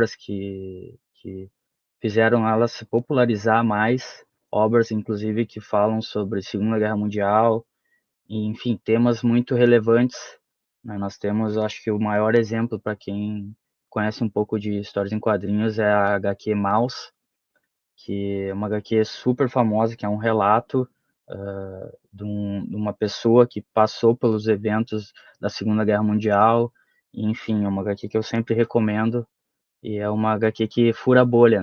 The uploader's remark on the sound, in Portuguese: A gravação do episódio foi realizada remotamente, podendo acarretar interferências no áudio.